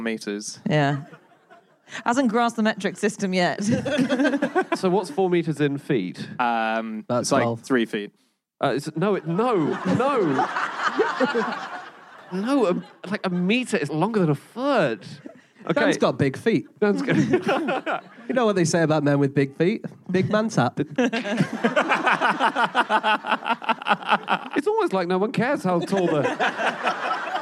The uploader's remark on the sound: Live from Cardiff